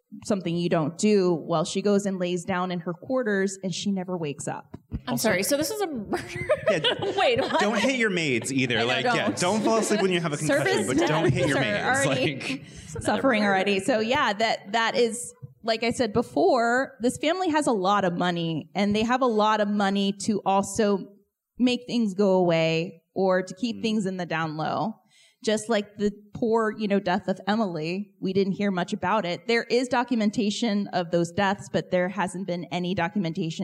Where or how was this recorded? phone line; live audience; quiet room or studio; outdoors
live audience